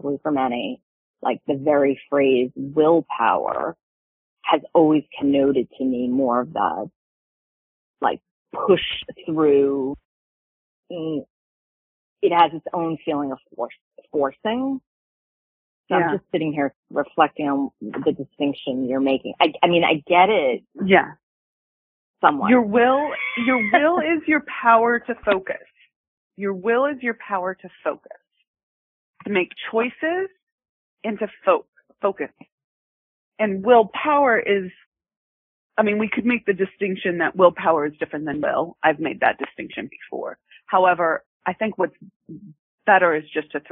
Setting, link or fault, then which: link, phone line